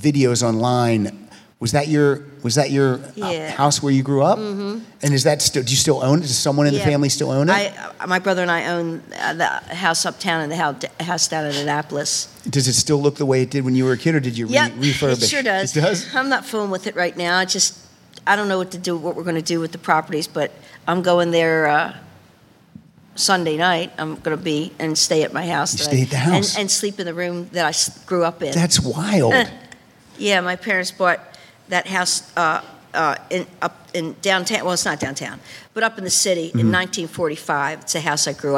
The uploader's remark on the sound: Recorded in front of a LIVE audience at PensaCon 2023.